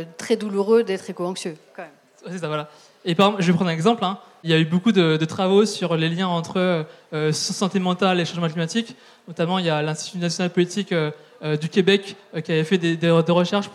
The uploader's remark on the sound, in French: Conférence enregistrée en public à la REcyclerie.